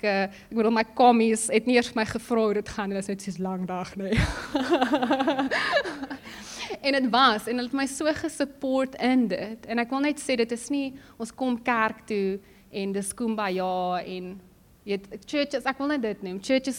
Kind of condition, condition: setting, large echoing room